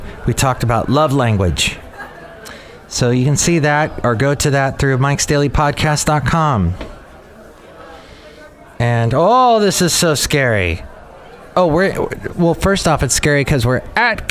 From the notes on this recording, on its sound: podcasts live from Café Anyway